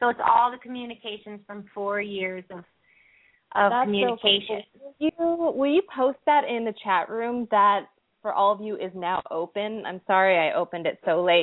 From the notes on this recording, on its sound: open up the lines for listeners to call